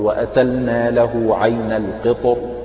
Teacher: الترقيق طبعا هذا ماشي على القاعدة الأصلية، وهنا يجوز وجه زائد وهو التفخيم مراعاة للحرف المفخم الذي فصل بين الراء وسبب ترقيقها الذي هو الكسر